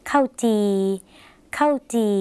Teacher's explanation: คำว่าข้าวหมายถึงข้าวในภาษาไทยนะคะแต่ในภาษาลาวออกเสียงสั้นค่ะ